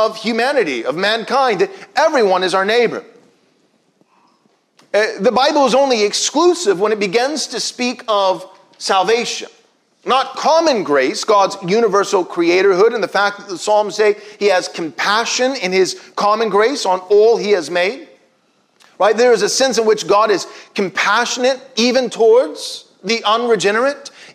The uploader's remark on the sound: Was preached from Psalm 8 at Covenant Bible Church on Sunday, April 25, 2021.